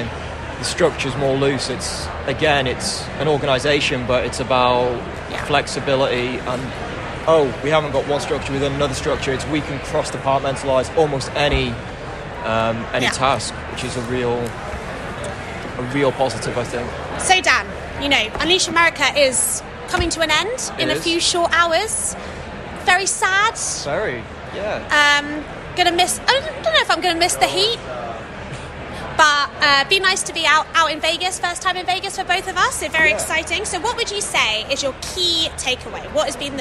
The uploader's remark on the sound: Live from the show in Las Vegas, looking at the sessions, themes and expo atmosphere through a future of work lens.